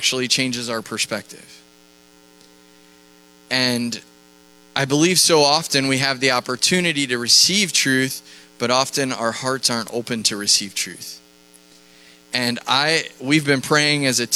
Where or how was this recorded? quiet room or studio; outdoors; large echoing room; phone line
large echoing room